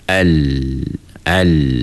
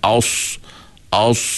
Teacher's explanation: bila kita sebut lam, lidah kita tak melekat ke atas · Term: sifat infitah